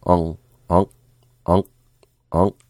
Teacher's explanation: Can you hear that chop off as the soft palate closes, lifts up to the roof of the mouth, and closes off the nose? So, onk, sound coming out your nose, and then the closure of the K lifting to close off that sound.